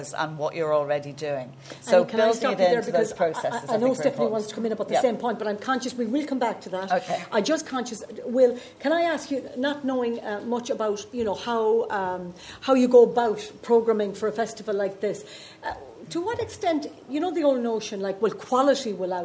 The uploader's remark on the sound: Recorded live at the 2019 Galway Film Fleadh.